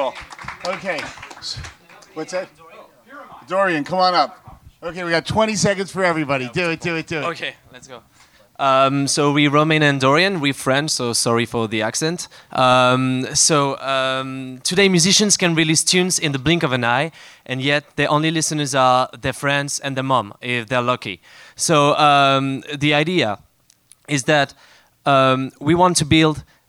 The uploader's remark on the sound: SF MusicTech Summit. All members of the audience were welcome to come on stage and give an up to one minute pitch about their product, project or organization.